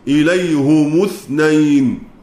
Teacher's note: وحمزة والكسائي يضمان الهاء والميم معا في حال الوصل